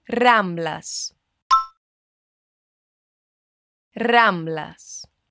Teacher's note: você percebeu como eu pronunciei Ramblas com R bem tremido e vibrado? Isso sempre vai acontecer no espanhol quando uma palavra começa com R. · Term: R forte do espanhol